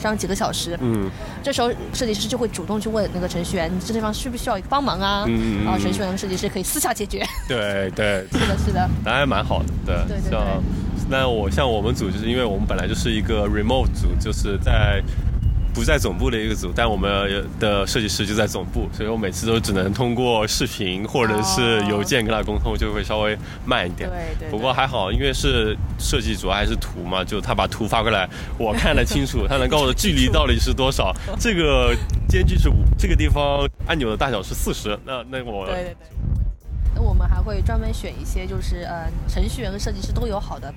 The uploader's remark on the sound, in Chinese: 户外录音，稍有杂音，多谢谅解！